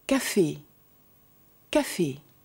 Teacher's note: wird als geschlossenes E gesprochen, wie in Café, Café.